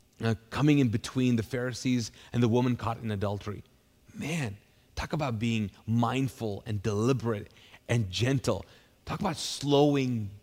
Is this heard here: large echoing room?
yes